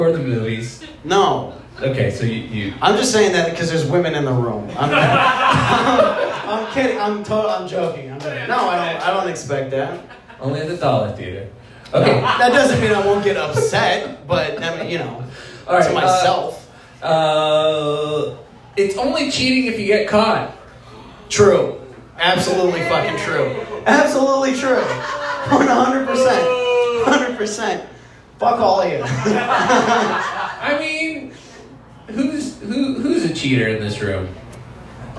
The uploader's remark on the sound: Live at The Waterwheel.